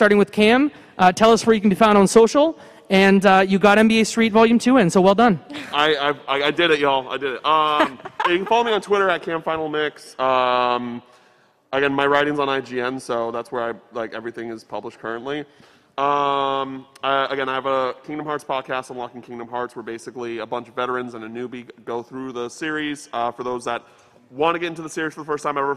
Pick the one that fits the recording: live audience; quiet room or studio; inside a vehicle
live audience